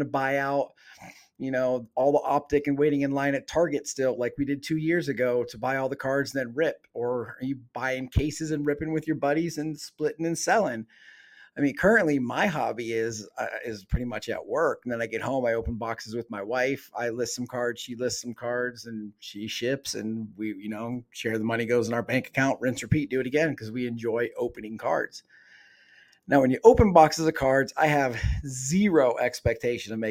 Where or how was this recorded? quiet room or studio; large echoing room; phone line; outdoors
quiet room or studio